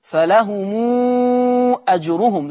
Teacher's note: قرأ ورش بصلة ميم الجمع في الآية 62 فلهم أجرهم، فيقرأ هكذا فلهم أجرهم، لأن الميم هنا ميم جمع جه بعدها الهمزة، فيصل ورش هذه الميم بالإشباع